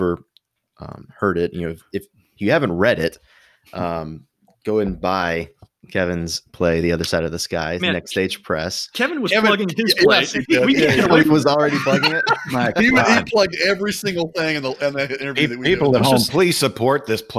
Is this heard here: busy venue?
no